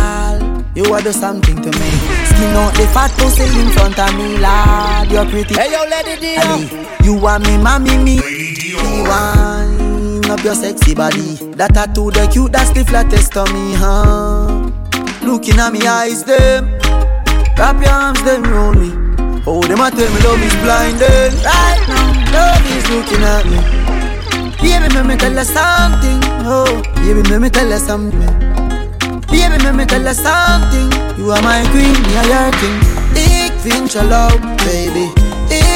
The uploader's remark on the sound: Live Juggling From 333 Lounge